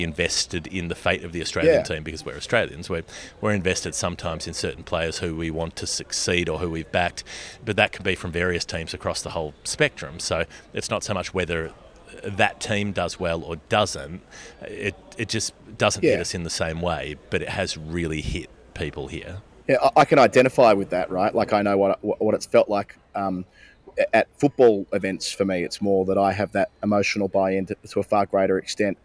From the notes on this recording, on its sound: We did record this the day after the final, both of us at airports in different countries on the way home to Australia. Somehow the audio disappeared but we've managed to salvage it since.